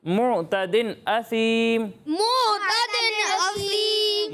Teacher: عین کی ادائیگی بھی واضح ہونی چاہیے اور میم پیش منہ منہ ہوتا ہے، ٹھیک ہے، مو نہیں ہوتا. معتدن نہیں پڑھنا.